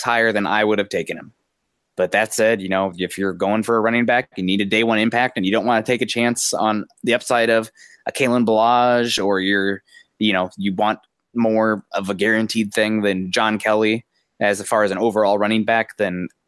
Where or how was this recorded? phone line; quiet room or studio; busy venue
quiet room or studio